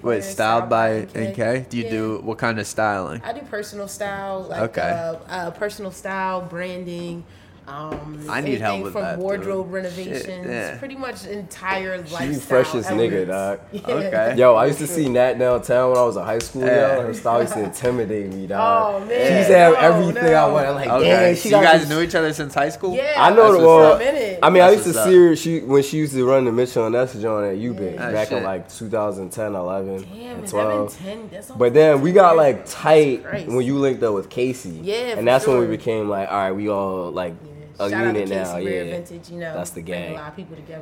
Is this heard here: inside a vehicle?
no